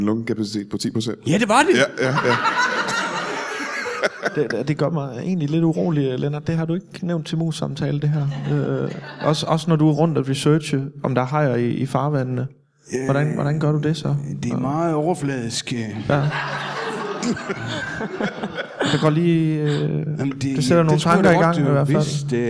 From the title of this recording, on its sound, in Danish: LIVE fra Teater Grob